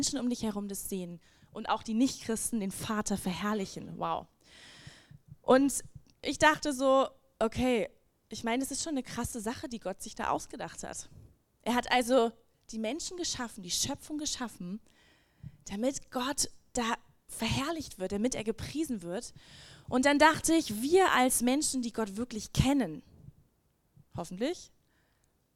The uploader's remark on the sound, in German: Lobpreis und Anbetung - Gottesdienst Predigt